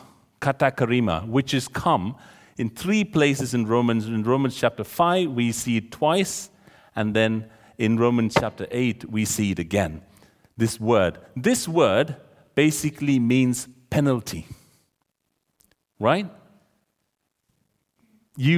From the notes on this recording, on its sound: This sermon was recorded on Sunday 15th October 2023 at our Great Denham venue.